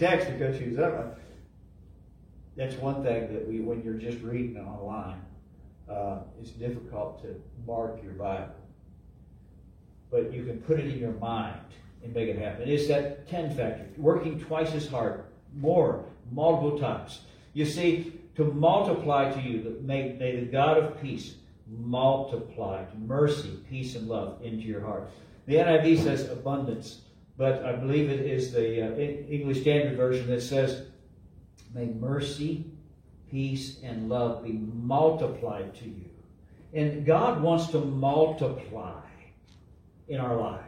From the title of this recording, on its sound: LIVE from Calvary